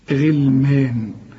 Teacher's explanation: الغين لما بتبقى مكسورة بتبقى في آخر درجات التفخيم